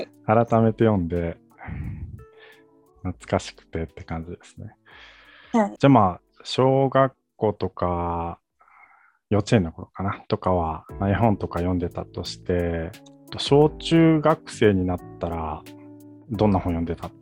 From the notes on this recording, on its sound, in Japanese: 収録の環境により、少しノイズが入っています。